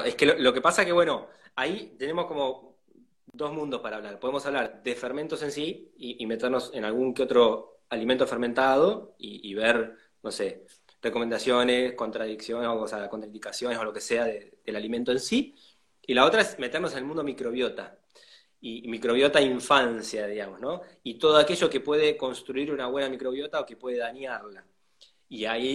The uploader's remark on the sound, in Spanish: Audio de la charla en VIVO por Instagram